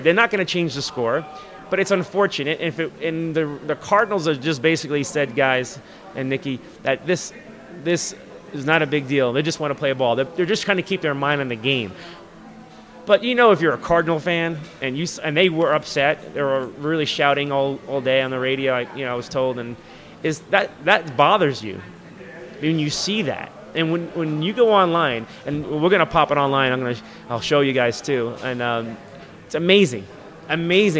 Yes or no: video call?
no